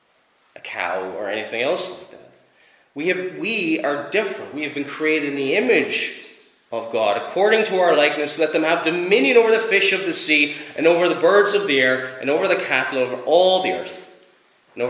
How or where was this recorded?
large echoing room